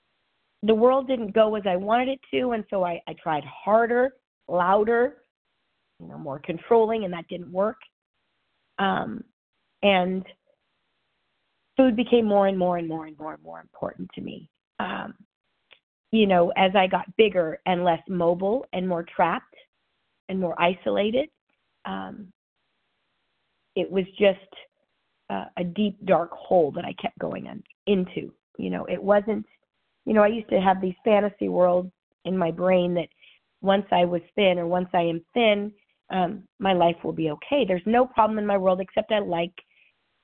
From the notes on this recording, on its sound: 100 Pounders Phone Meeting.